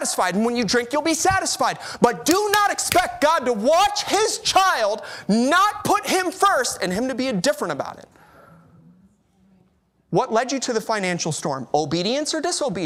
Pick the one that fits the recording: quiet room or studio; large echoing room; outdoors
large echoing room